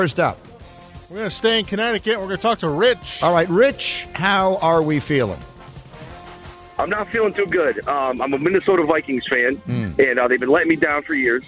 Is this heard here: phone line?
yes